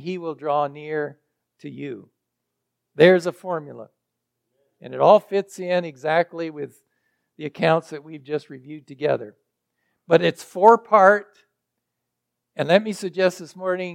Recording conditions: large echoing room